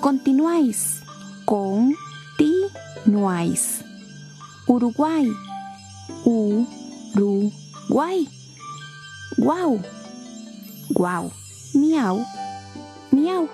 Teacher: En estos casos, continuáis, Uruguay, guau, miau, tienen triptongo porque el acento recae en la vocal fuerte, es decir, en la vocal A